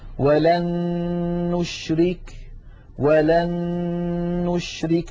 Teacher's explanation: النون الأولى قد صارت مع النون الثانية نونا واحدة مشددة